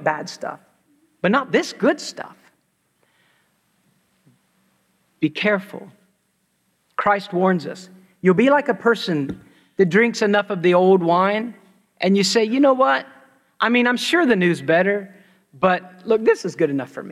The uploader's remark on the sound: preached at Christ Church New Albany